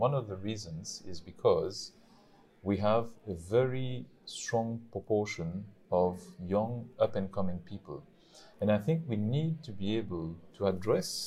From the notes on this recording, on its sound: At the OESAI 45th annual conference. Hosted in Mauritius.